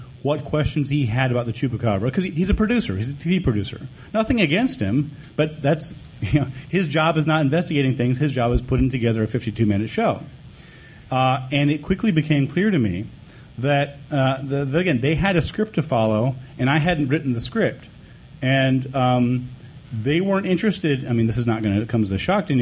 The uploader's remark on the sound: THIS WEEK’S EPISODE was recorded before a live studio audience at Dragon*Con’s Skeptrack 2010 (in Atlanta, Georgia). Bravely faced the horror of live questions from listeners.